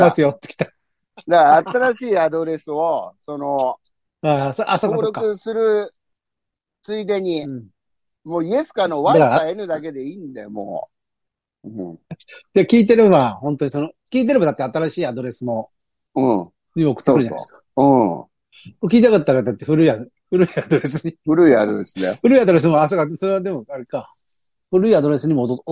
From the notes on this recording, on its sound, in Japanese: ZOOMで収録